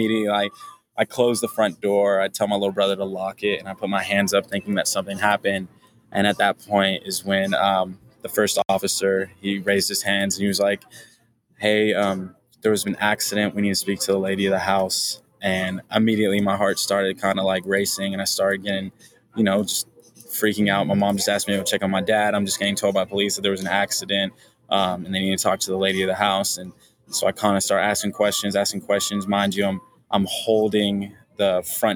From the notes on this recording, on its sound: Recording partially done at a restaurant, apologies for added background noise.